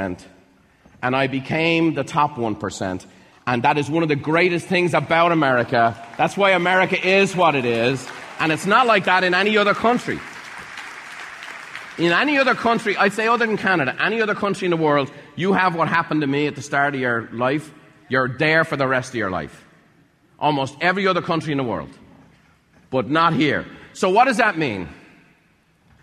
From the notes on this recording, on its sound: In this episode, recorded live at a Buffini & Company event.